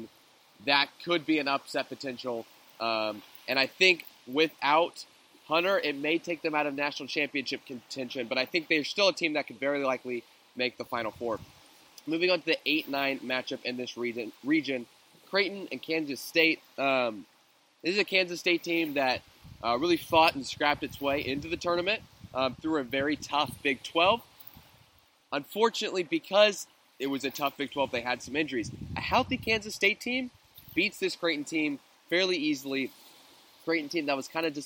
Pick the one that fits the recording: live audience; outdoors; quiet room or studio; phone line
outdoors